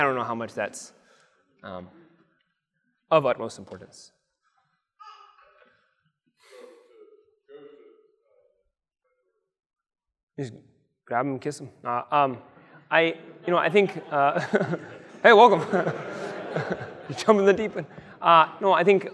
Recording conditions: live audience